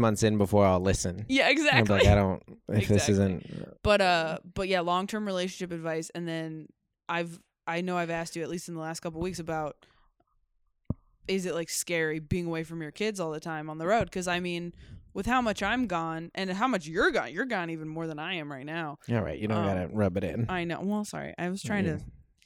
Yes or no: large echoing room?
no